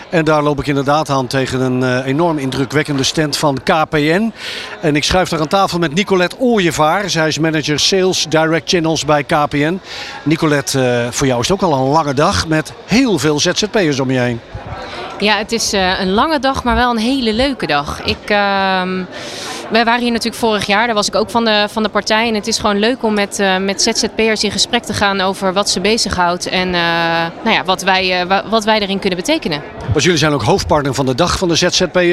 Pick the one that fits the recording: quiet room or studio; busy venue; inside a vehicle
busy venue